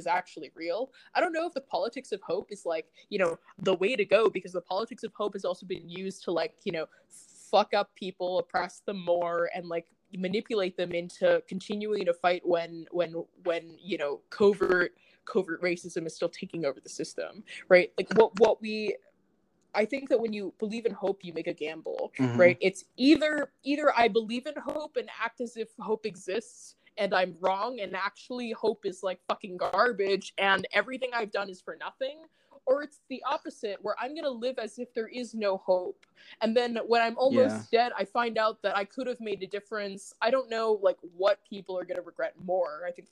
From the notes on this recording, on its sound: This was recorded remotely so there are some audio issues (random drops, weird typing noises, delay so sometimes people talk over each other)